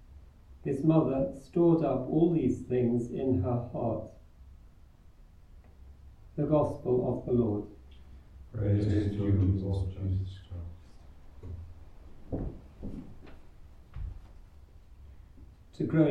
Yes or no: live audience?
yes